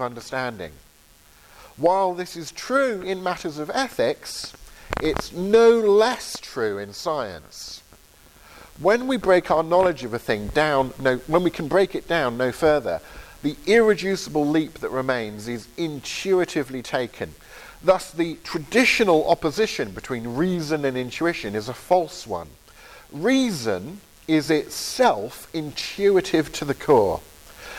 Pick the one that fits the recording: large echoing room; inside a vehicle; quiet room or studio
large echoing room